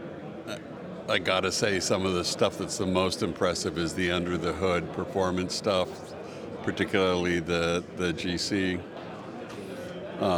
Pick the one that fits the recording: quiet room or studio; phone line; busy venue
busy venue